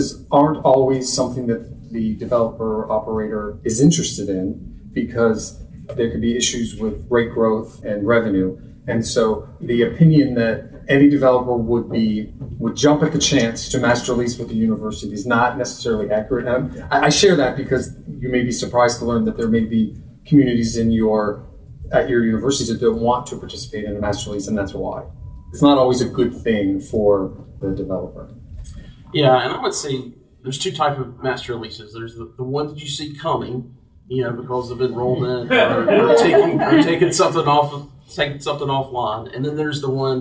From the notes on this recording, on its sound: A panel discussion he moderated in July at College Pad's Annual Off-Campus Summit held on Georgis Tech's campus in Atlanta.